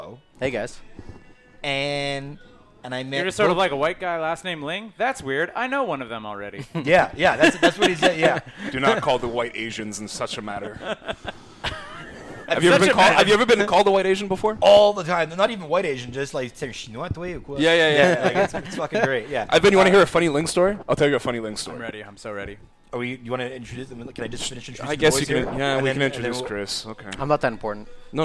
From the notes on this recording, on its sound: recorded at the back of Grumpy’s since March!